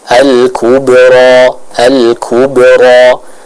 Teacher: Pantulannya tidak terlalu kuat sehingga tidak memutus aliran suara dari bacaan kita. · Term: Qalqalah sughra